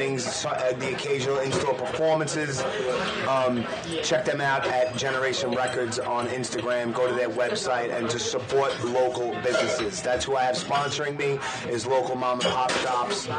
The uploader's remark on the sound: sitting down in the Washington Square Diner off of West 4th Street in New York City